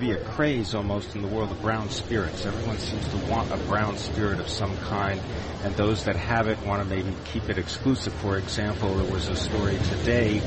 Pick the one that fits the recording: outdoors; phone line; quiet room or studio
outdoors